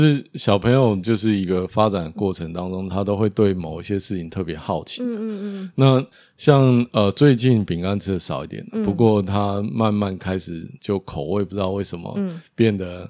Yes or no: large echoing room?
no